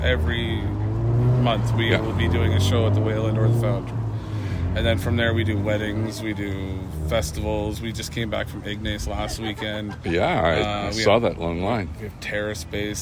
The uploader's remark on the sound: I happened to be in that area of Thunder Bay , it was a warm summer day. The following recording is our conversation from his lawn as his children took care of the bustling business in the background.